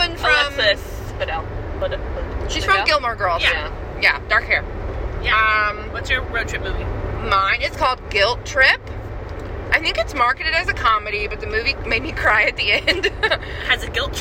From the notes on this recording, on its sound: Come hear our energetic thoughts on road-trips, movies, and more as we make our way from Indianapolis to Texas. Sound quality is not great and we were 7 hours into a 12 hour road trip!